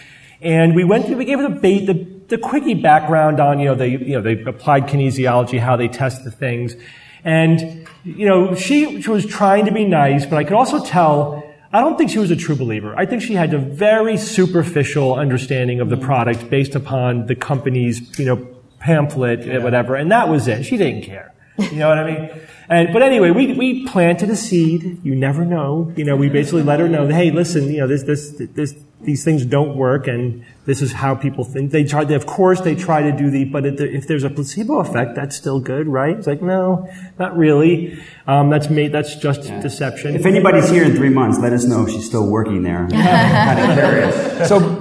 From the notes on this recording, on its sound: Live from CSICon 2017